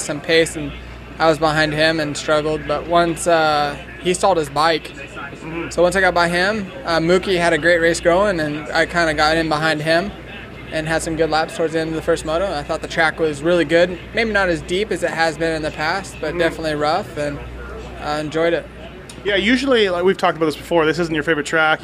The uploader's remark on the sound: Hangtown 2013 Post-Race Interviews